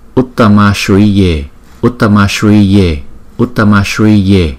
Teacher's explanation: Còn chữ Sri là chữ S cong thì chúng ta phải đánh lưỡi.